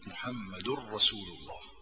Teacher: أدغمت التنوين مع الراء، وهي التنوين تبع محمد، محمد رسول الله، النون هي محمد، هذه النون ادغمتها انت بوسط الراء، هذا ادغام في محل الادغام ما في اشكال عليه. · Term: الإدغام